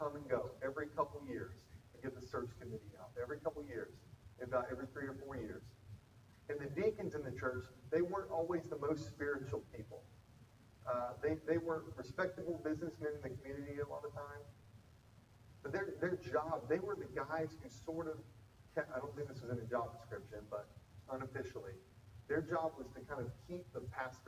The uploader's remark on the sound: Apologies for the audio issues this week, we are aware and correcting!